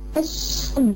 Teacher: هي كلمة الشمس، لام هنا، أش، ما في لام خالص، راحت هضغطها في الشين · Term: الإدغام الشمسي